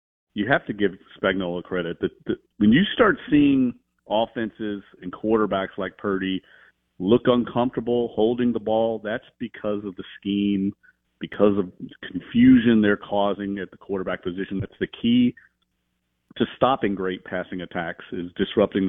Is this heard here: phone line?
yes